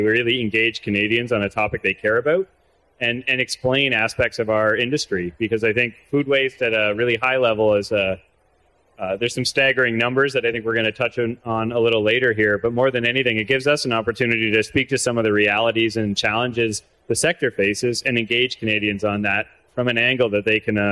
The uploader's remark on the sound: LIVE from the CPMA Trade Show Floor